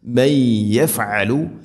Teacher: നൂനിനെ യാഇലേക്ക് ഇദ്ഗാം ചെയ്ത് കൂട്ടിലയിപ്പിച്ച് മണിച്ചുകൊണ്ട് ഉച്ചരിക്കണം. അതാണ് ഇദ്ഗാം ബിഗുന്ന.